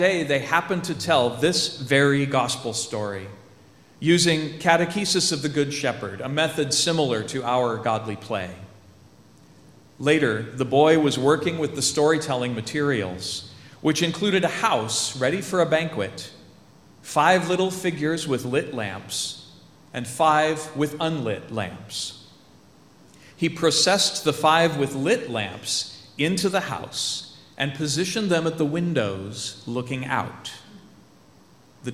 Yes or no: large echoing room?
yes